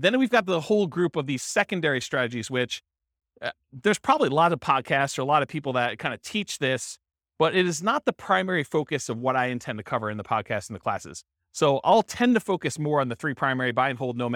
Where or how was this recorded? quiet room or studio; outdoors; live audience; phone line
live audience